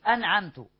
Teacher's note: ميم ساكنة وقع بعدها واو يبقى إظهار شفوي